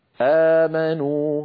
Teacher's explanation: ما قلته نراه على اللوحة في التي أمامنا الآن، نرى على اللوحة المد الثاني من المدود التسعة في كتاب الله عز وجل، مد البدل، هو كل همز ممدود، وهو حالة خاصة من الطبيعي، ويمد بمقدار حركتين